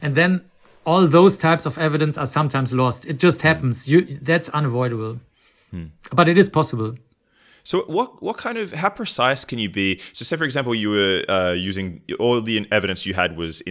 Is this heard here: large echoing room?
no